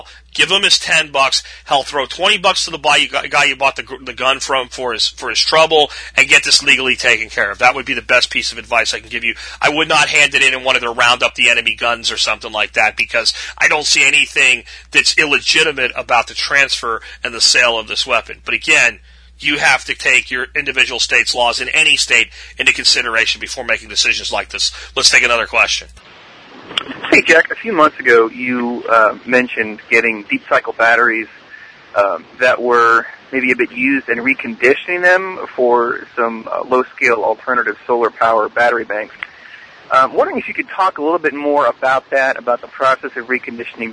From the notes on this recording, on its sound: Call in friday